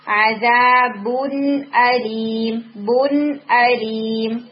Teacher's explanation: یأتیہم عذابٌ علیم، same hair, کہ یہ جو ہے نا بن، اس میں نون کی وہ ساؤنڈ ہے، تو بن یوں نہیں ہونا چاہیے. اچھی طرح نون کے مخرج کو ہٹ کریں، غنہ کریں ناقص ٹائم کے لیے